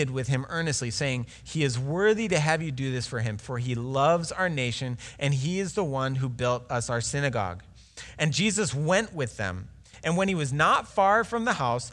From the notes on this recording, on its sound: Delivered Sunday, March 1, 2020 at Woodridge Community Church (New Berlin, WI).